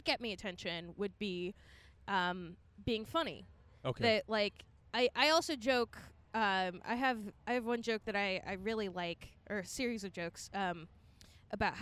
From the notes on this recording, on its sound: Set up a recorder at Whole Foods